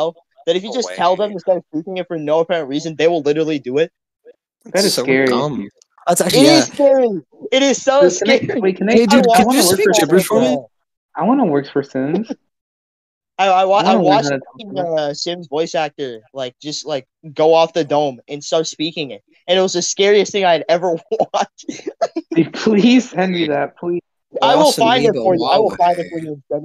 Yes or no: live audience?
no